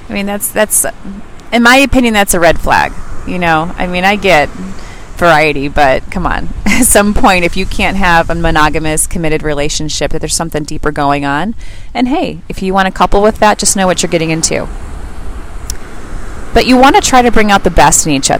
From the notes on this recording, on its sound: The sound is a bit off as I recorded this on the beach.